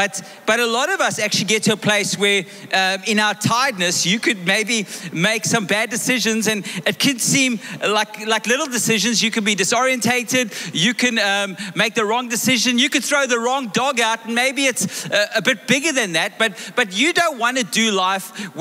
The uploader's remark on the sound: Recorded live on Sunday the 4th of February 2024